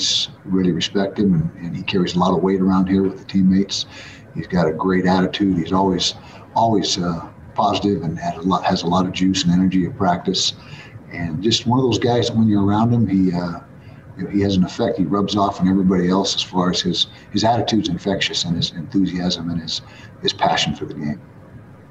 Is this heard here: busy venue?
yes